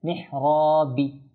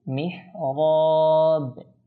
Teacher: তো কলকলা বলতে একেবারে এমন ভাবে না, একেবারে আপনি জের মিহরাবি এভাবে করে দেবেন এভাবে না, কলকলা আমরা বার মধ্যে ওয়াকফ করে একটু হালকা ছেড়ে দিব · Shown in: second take